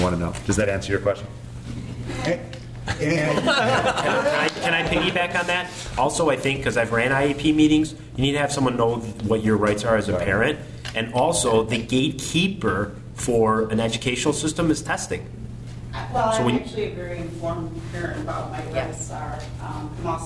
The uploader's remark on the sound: At my local CHADD chapter (), we hosted a panel of experts and in this episode, you will hear the Q&A from this panel session. Live Panel of ADHD Experts.